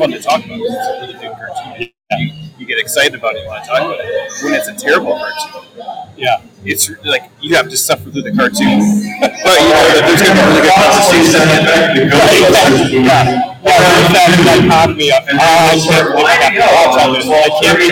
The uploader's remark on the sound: Live From QuadCon Dubuque